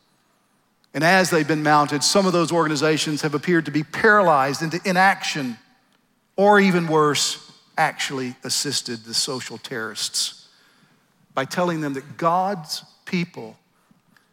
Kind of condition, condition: setting, live audience